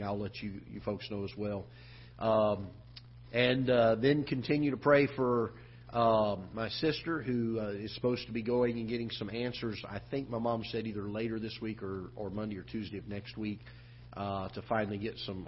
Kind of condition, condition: setting, large echoing room